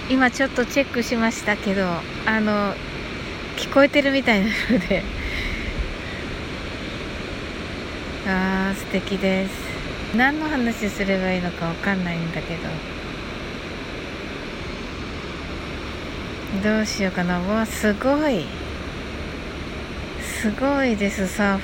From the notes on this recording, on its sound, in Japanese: 波の音と呟き。ライブ前の収録(波の音入り)。こちらには波の音が入っております。